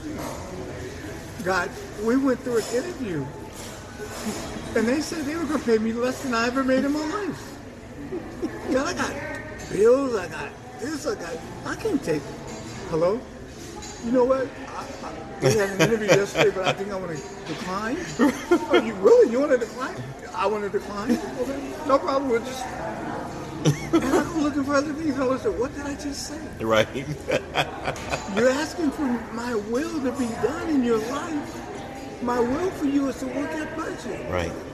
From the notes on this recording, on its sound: don’t let the sound of the restaurant distract you